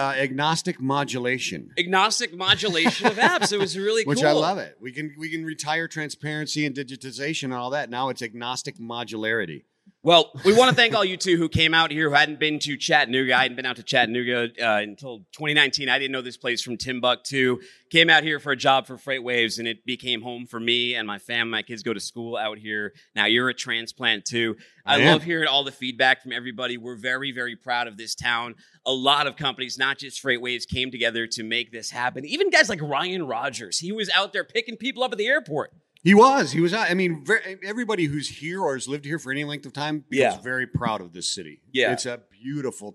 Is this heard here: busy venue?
yes